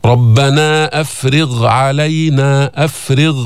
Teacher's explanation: حصل التفخيم بس ما تعلي أقصى اللسان لأعلى درجة